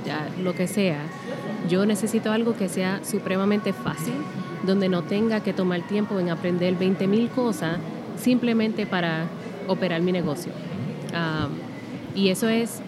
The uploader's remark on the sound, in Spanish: Episodio En Directo desde Boston, EE.UU. En este episodio grabado en directo desde la conferencia Klaviyo:BOS en la ciudad de Boston en Estados Unidos.